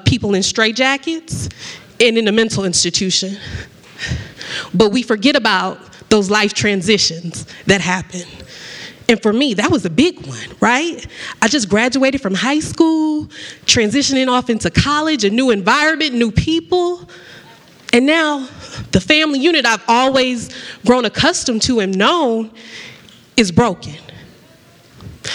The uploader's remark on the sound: this was my first time going LIVE and it was at the first annual Milwaukee Podcast Festival